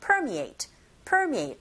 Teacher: 첫 번째 강세 있죠. per. 여기에